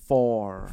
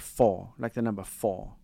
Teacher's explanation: in the U.S. you have a hard R. And in English or how we speak in South Africa, it's very soft. · Term: soft R